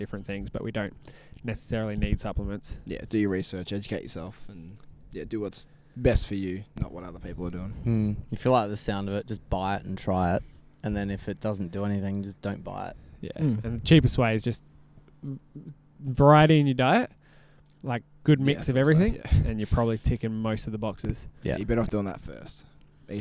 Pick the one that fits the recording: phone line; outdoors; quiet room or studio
outdoors